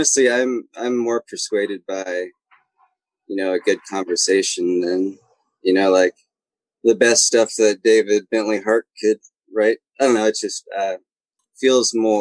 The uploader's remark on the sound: the guys have their first-ever "Zoomfire" session